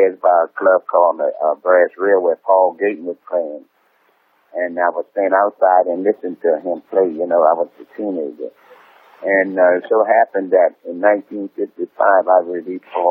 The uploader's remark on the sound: But, there was an interview recorded over the telephone from before that. It went out on the radio in 2008.